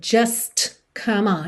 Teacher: como acontece frequentemente, você não ouve o som do T